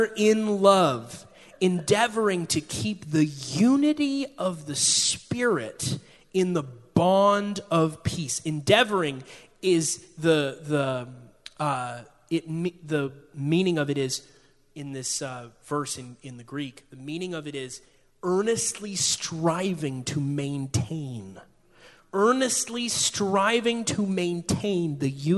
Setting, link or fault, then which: setting, large echoing room